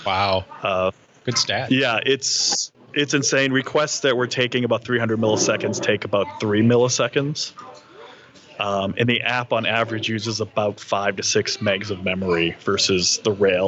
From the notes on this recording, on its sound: Go and Buffalo Live from Dunkin' Donuts. Live from his local Dunkin’ Donuts.